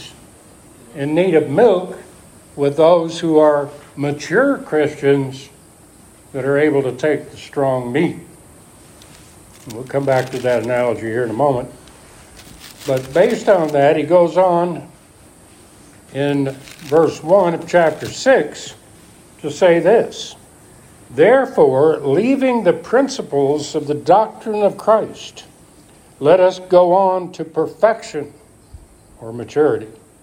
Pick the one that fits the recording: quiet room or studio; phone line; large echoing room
large echoing room